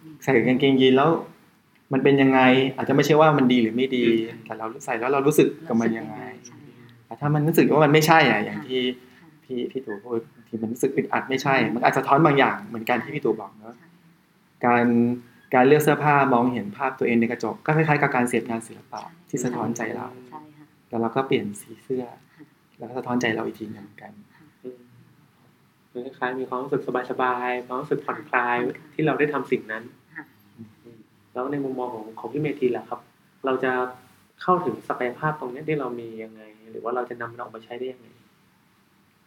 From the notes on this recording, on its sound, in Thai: ด้วยความผิดพลาดบางประการในการบันทึก ทำให้คุณภาพเสียงในตอนนี้ขาดความชัดเจนไปพอสมควร จึงขออภัยมา ณ ที่นี้ครับ.